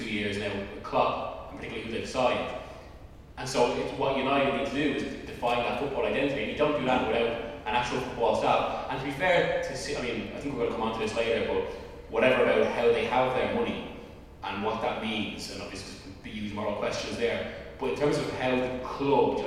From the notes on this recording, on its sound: Live In Manchester. The first half of our live event in Manchester. Yes, we know the sound quality isn't the greatest throughout, and we apologise.